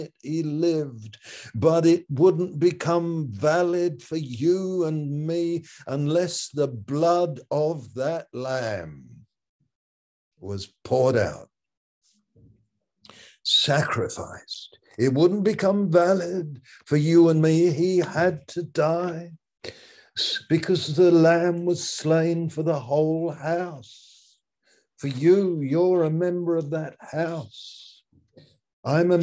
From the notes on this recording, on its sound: Malaysia Meets (Zoom).